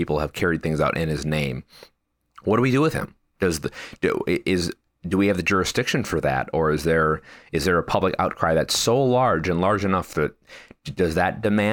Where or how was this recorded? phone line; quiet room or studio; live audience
quiet room or studio